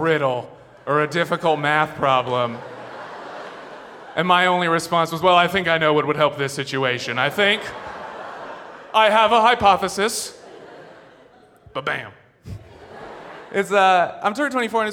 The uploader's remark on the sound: Before a screaming audience at San Francisco's Brava Theater. Snap Judgment, LIVE!